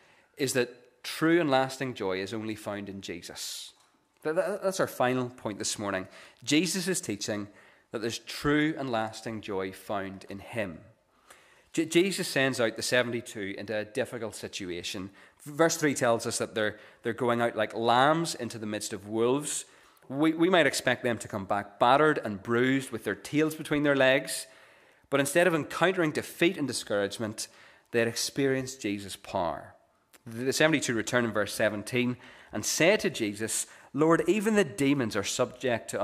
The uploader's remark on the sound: This is the recording of the Bible reading and sermon from our morning service on Sunday 20th August 2023.